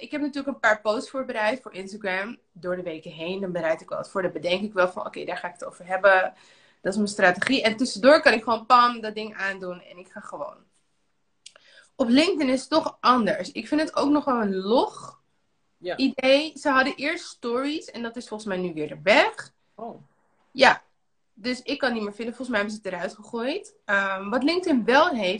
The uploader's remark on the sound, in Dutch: Dit is een audio van de live die ik deed op Instagram.